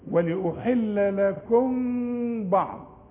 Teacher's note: ميم زيها يا إما يجي بعدها باء، هنا جاية بعدها باء، مدام جاية بعدها باء تقولها نص ميم، ما تقفلش شفايفك، ما تقولش ولأحل لكم بعض، لأحل لكم انفراج في الشفايف